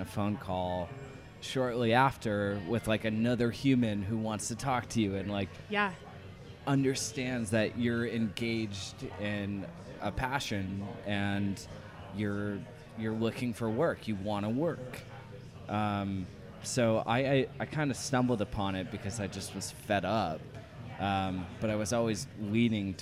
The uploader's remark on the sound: This episode is recorded in the Belgain beer bar, The Stumbling Monk.